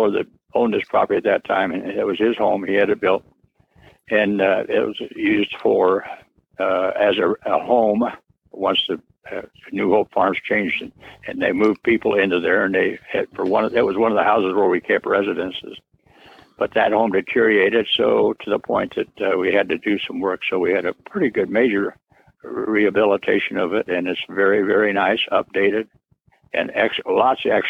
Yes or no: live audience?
no